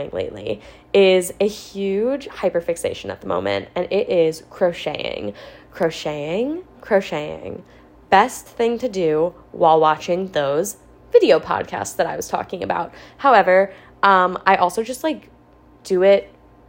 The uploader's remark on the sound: I decided to take a stab at rambling into my iPhone's mic and start a pod of my own.